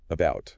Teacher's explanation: The stress, the stronger part of the word, is on the second syllable